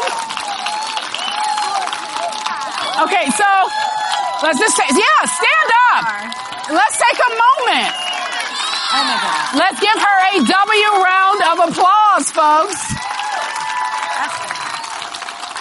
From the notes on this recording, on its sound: live at the espnW Summit